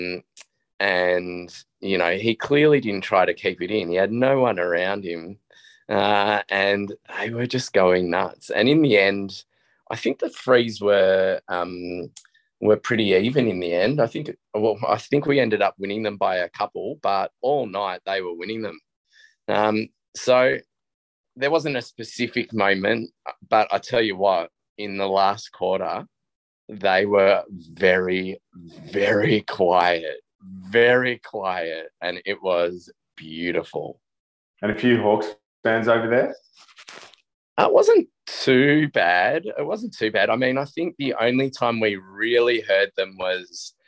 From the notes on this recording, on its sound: In the minutes following Hawthorn’s unexpected win against top four fancies Port Adelaide. Jumped on Zoom for a very raw post-win player ratings. Was dialling in from his Adelaide hotel room.